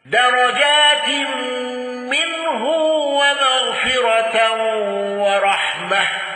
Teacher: خلف عن حمزة بفتح وإمالة تاء التأنيث وترك الغنة